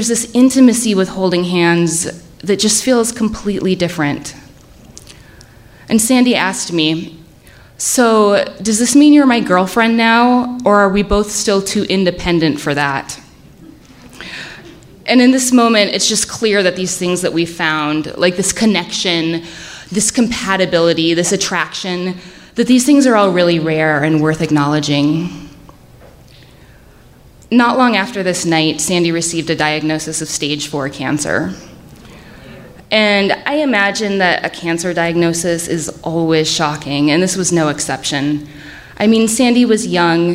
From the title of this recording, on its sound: Live From Salt Lake 2!